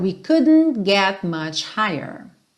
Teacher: Esse couldn't saiu meio britânico, meio londrino, porque eles gostam de fazer esse que a gente já viu aqui na série, né? Do D puxar pro N, um som meio para dentro. E foi assim que ficou nessa música, mesmo … sendo uma banda americana.